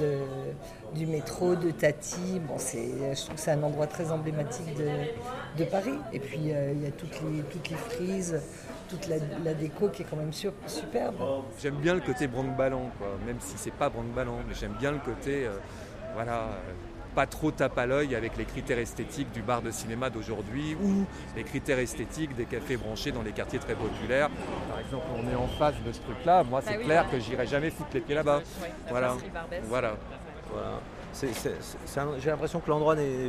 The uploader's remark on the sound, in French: au bar Louxor à Paris